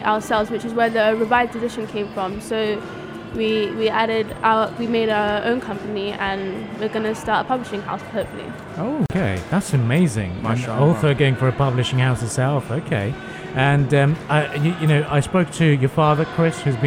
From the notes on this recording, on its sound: Pulse Live at SIBF 2021. One of the youngest authors at the book fair.